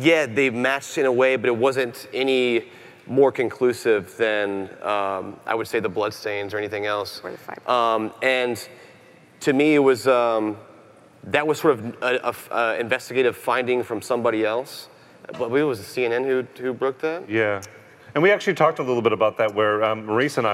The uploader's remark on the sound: Live from CrimeCon 2018